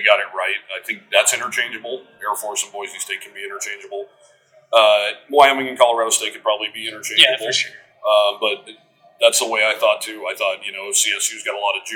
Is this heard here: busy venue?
yes